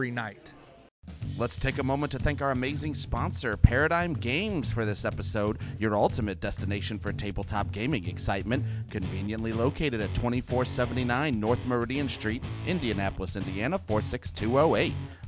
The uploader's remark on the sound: Recorded before the show at the historic Irving Theater in Irvington, a storied neighborhood in Indianapolis,